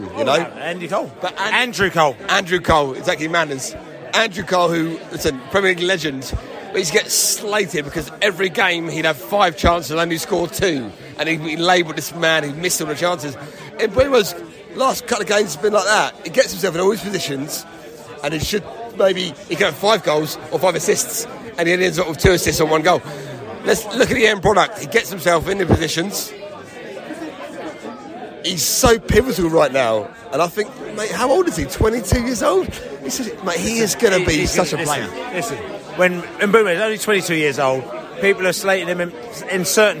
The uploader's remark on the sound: Post Match Podcast from The Stands and Pub.